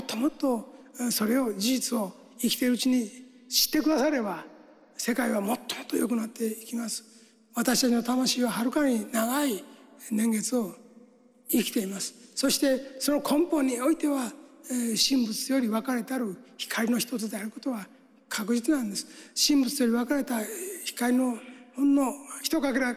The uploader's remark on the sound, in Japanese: 30周年記念公開録音。In横浜正心館。横浜正心館にて、公開録音を行いました。イベント会場で募集した「愛」のエピソードを紹介しています。